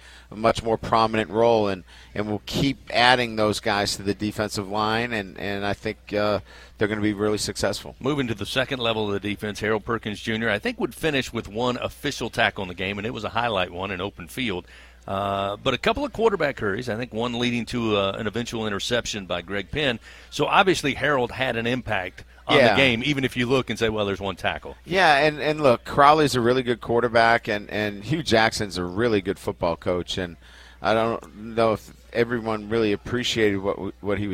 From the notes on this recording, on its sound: A one-hour radio call-in show. Is aired live from TJ Ribs on Acadian Thruway.